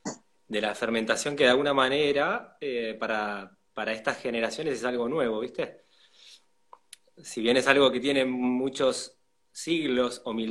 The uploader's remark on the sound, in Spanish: Audio de la charla en VIVO por Instagram